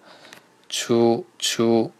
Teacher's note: 有点平舌和卷舌之间的这种感觉。说卷吧，它没卷